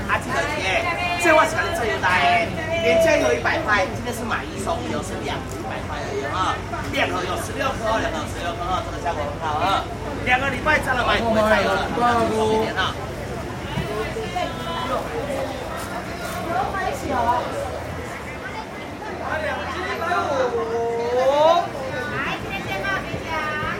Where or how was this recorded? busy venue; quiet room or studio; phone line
busy venue